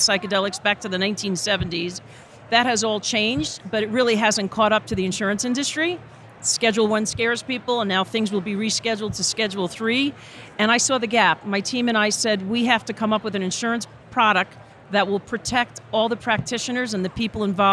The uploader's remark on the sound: Live from Psychedelic Science. From attending the largest psychedelic conference in modern history.